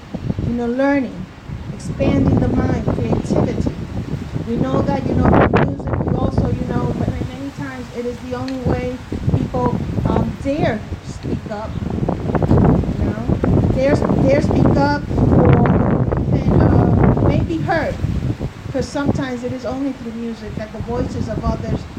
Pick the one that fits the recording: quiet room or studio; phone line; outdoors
outdoors